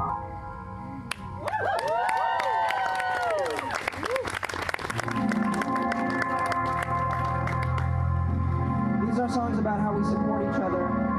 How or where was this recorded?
live audience